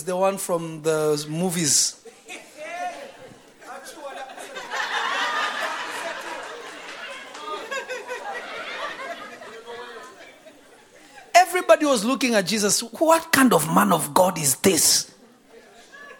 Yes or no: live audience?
yes